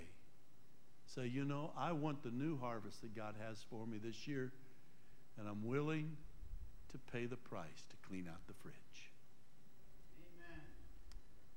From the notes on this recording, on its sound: Trinity Church Live